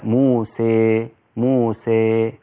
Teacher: والإمالة هي الإضجاع أو الانبطاح يجعله يعني أكثر من التقليل، مائلة إلى الياء أكثر